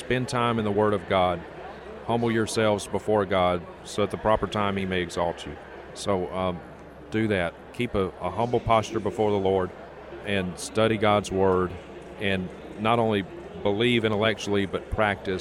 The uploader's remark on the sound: We caught up with him at the G3 National Conference, in Atlanta, Georgia, where he was speaking.